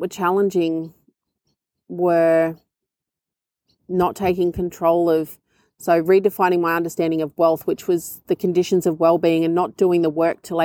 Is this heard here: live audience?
no